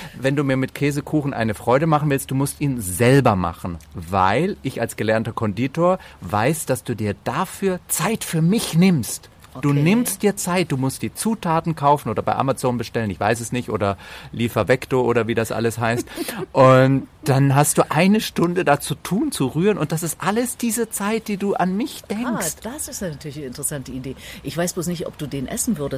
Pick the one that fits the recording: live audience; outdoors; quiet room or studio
outdoors